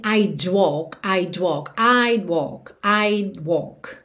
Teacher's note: Percebe que você nem ouve mesmo esse D, que é o would contraído